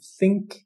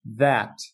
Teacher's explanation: É, são dois sons no inglês, né? É, fricativa dental surda, então, think, esse daqui, fricativa dental sonora, né? ou vozeada, em that